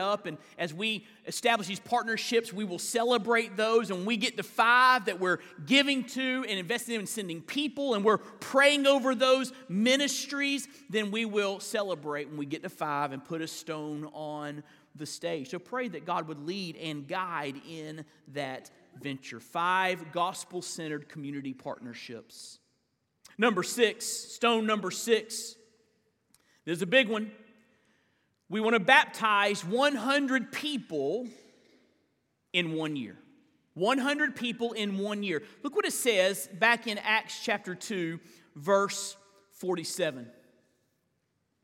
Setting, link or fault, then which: setting, large echoing room